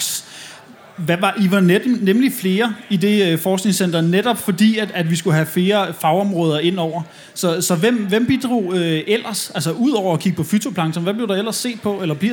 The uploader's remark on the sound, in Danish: Tage Klimakrøller med på KU festival og for allerførste gang lave en LIVE udgave af podcasten. Og med et publikum bestående af studerende fra alle KUs fakulteter.